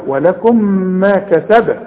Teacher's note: انت عندك الباء لازم تقلقلها